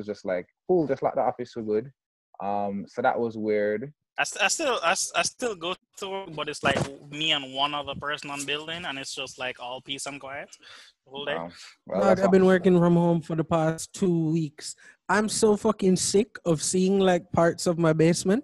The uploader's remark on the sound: do a zoom call to test out part on of social distancing podcast life